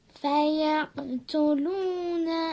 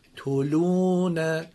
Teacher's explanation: ت رو نباید بکشیم، ت با ضمه است، یعنی ت با اوست، با او نیست · Shown in: first take